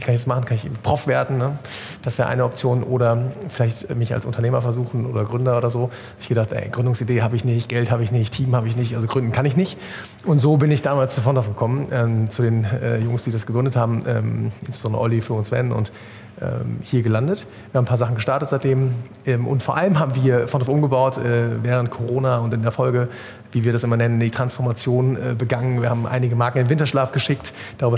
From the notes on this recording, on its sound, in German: Diese Folge des K5 Commerce Cast wurde live auf dem K5 MEETup in Köln aufgenommen.